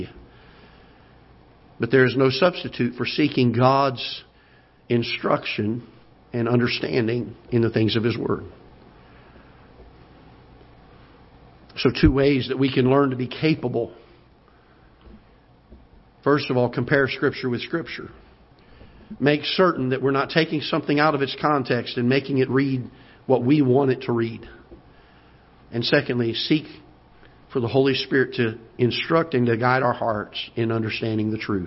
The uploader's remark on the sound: Ketha Heights Baptist Church ~ Live Broadcast